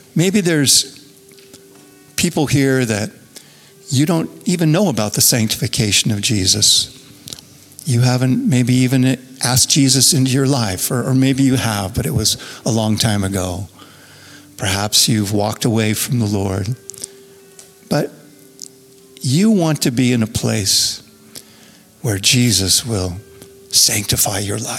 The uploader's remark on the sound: Recorded Live at Capital Church in Meridian, Idaho